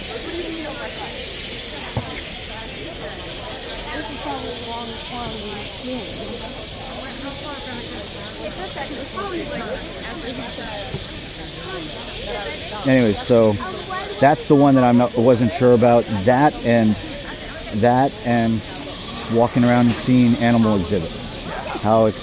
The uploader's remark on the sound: Reliving as we enter Disney's Animal Kingdom in Walt Disney World